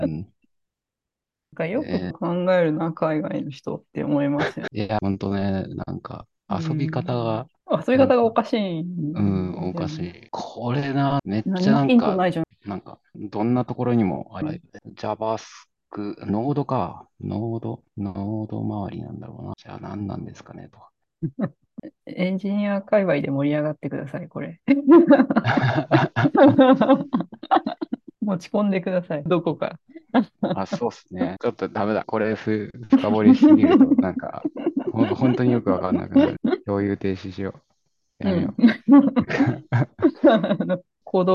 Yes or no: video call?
yes